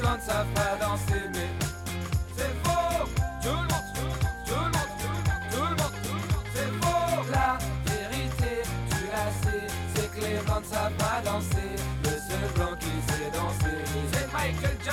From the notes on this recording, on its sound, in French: depuis le Festival Francofaune